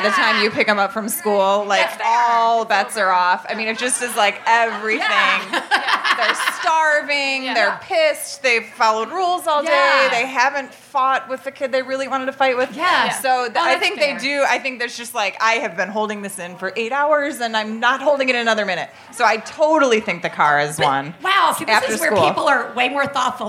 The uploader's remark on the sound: Live From Chicago. This is the second of two episodes recorded in May at GMan Tavern.